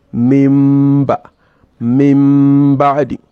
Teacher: You close your lips together to say mim, and then you open your lips to pronounce the ba · Term: al-iqlab